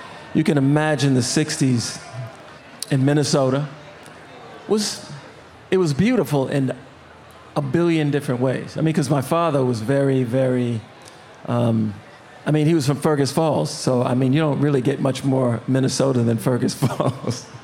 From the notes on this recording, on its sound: Recorded before a live audience at the Minnesota State Fair.